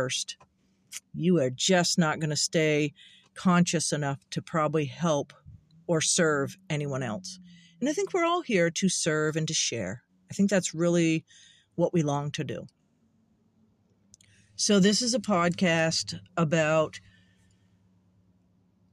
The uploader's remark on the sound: The cat and my podcast in the car.